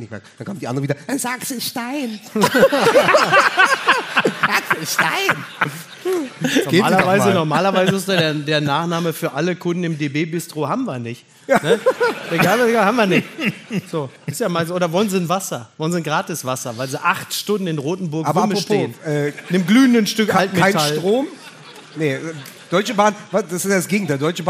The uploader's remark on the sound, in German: LIVE AUS DÜSSELDORF. Unser Live-Auftritt vom 16. Aus dem Savoy-Theater in Düsseldorf.